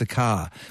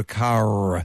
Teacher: You may as well spell it C-A because we never pronounce the R. · Shown in: first take